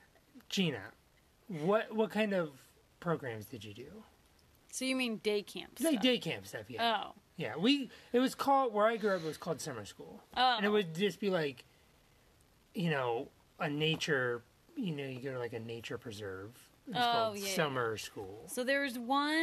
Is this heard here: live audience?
no